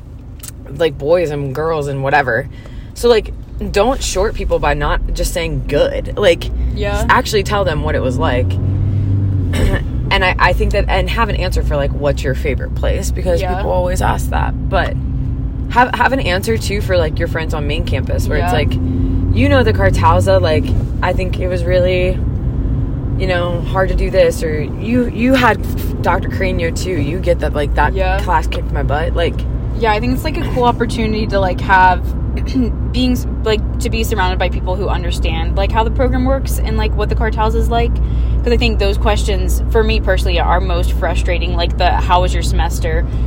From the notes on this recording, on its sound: are in the car